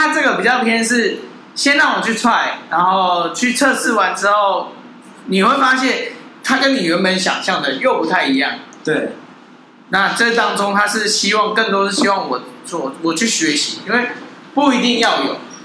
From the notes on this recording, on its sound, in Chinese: 錄音地點｜ 藍色咖啡館 108台北市萬華區大理街131號。